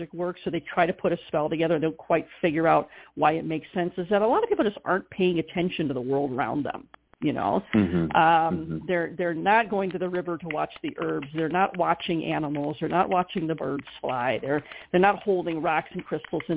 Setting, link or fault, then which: link, phone line